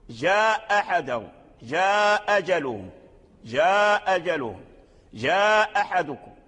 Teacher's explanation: الناظم رحمه الله ذكر لنا هذا، يعني من ذكر لنا الهمز، يعني المد الذي وقع بعده همز مغير أي سببه تغير، فلما تغير سببه بعضهم أسقط الهمز كأن الهمز غير موجود فقرأ بالمد الطبيعي